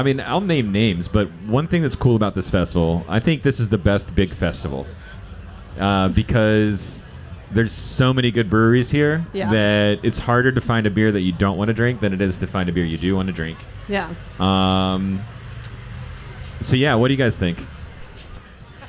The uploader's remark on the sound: This impossibly hard-to-answer question was asked of three beer industry veterans during a live show, in the rain, during their first hour of the Snallygaster Beer Festival . Beer Me Radio returned to our "recorded live" roots for one special show during Snallygaster beer festival in Washington, DC, in a podcast tent, in the rain.